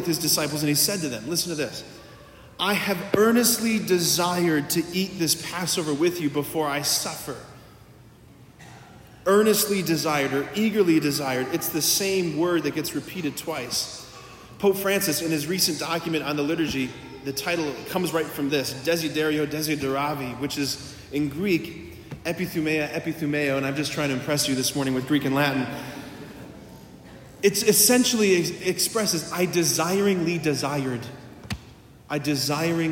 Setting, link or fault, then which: setting, large echoing room